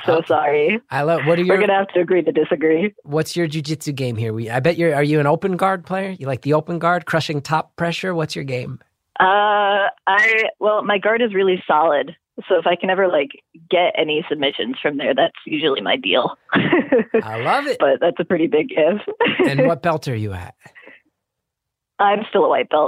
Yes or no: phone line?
yes